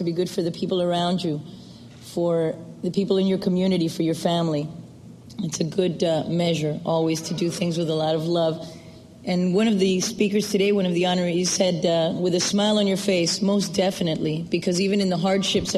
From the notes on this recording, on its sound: recorded at the Academy of Achievement's 1997 Summit in Baltimore, Maryland